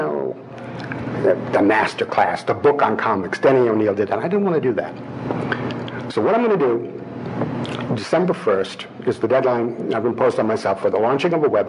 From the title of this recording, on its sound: Live From Cincy Comic-Con